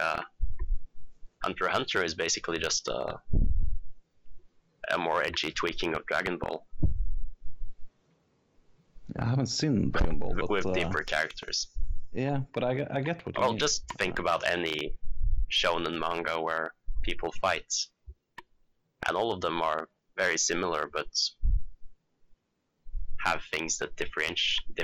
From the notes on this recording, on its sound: A slight tweak in audio ruins our 50 minute recording of Mob Psycho 100. Audio peaks all over the place resulting in a horrifyingly bad episode that will most likely kill your ears.